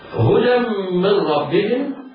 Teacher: بعد الدال ميم مشددة مكسورة لا ننطق التنوين · Term: الإدغام بغنة